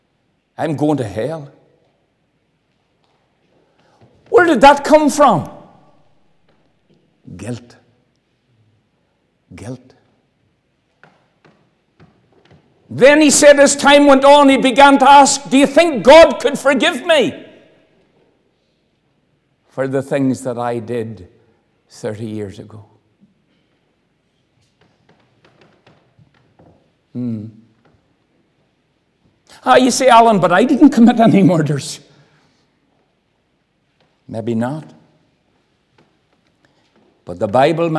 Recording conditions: large echoing room